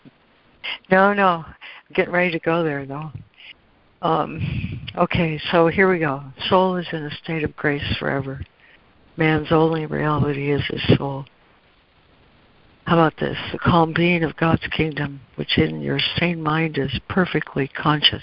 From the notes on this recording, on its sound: ACIM Daily Conference Call